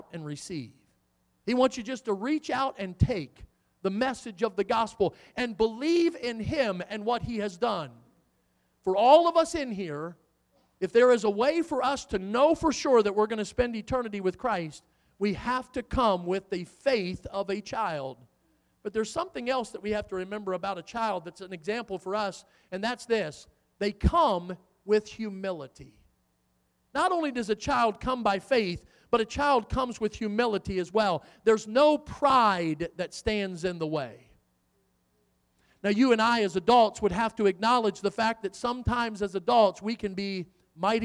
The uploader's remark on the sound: in the Sunday Morning Service on December 10, 2023, at Victory Baptist Church in Boonsboro, Maryland